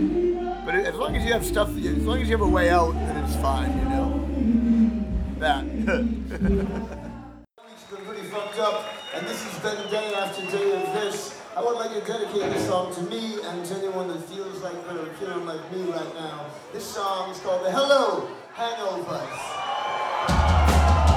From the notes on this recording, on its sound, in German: als die Vorband bereits auf der Bühne stand